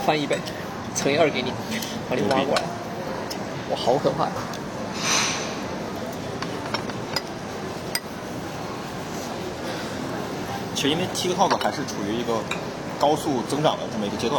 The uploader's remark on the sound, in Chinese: 随性地在新加坡路边漫谈。于是三人一同在当地一家娘惹菜餐厅以闲聊为主题，匆忙录制了本期番外篇节目。